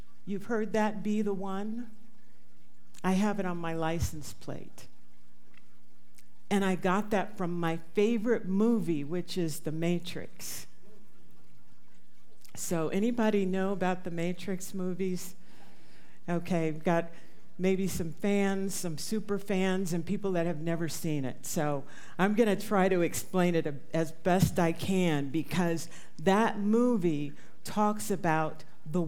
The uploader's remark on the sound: This talk was recorded live at the Center for Spiritual Living Prescott on March 5, 2023.